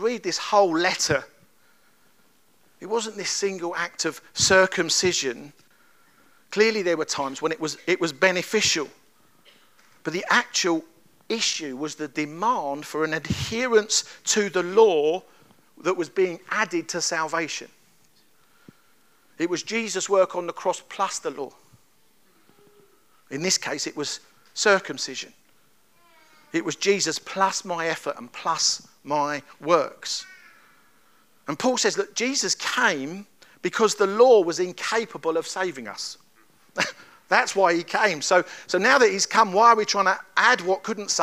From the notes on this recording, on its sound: At Kings Church, Cockermouth, as an audio file.